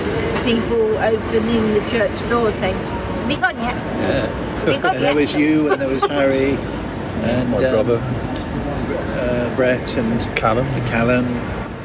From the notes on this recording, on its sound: Recorded at Victoria Station in London in July 2021. Episode 449 was recorded in a number of blocks.